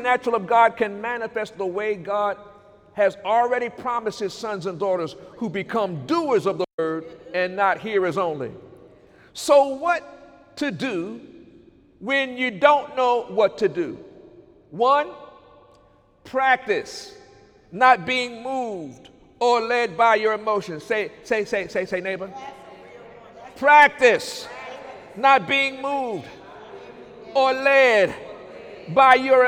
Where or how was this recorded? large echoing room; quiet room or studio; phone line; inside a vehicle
large echoing room